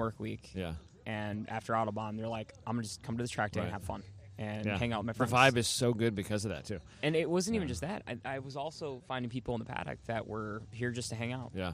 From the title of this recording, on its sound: In the Paddock at West Michigan Honda Meet 21